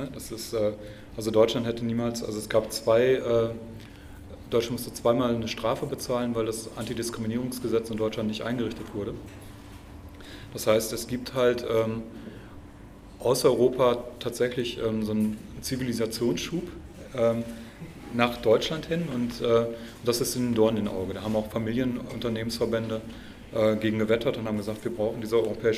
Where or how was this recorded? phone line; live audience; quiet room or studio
live audience